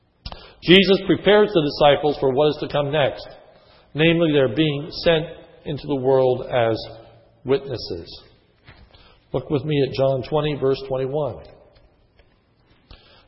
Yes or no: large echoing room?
yes